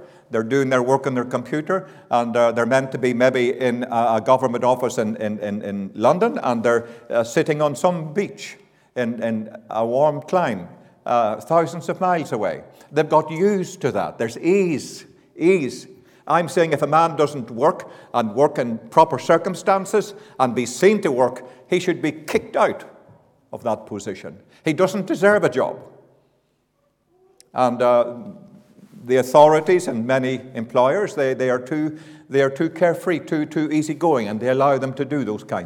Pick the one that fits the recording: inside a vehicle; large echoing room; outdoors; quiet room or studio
large echoing room